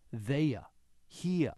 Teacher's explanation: The absence, the non-rhotic effect, is considered to be one of the characteristics of a lot of Northeastern American English.